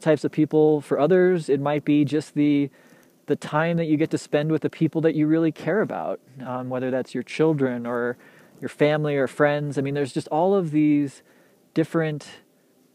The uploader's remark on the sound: Recorded on the side of a mountain, in the trees in waist deep powder